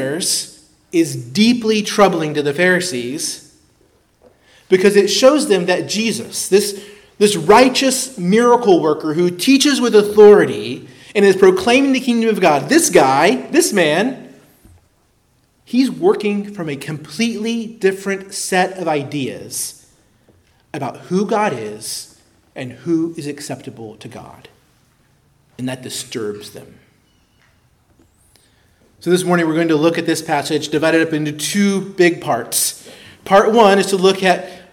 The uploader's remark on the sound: preached at Christ Our Savior Baptist Church on Sunday, February 11, 2024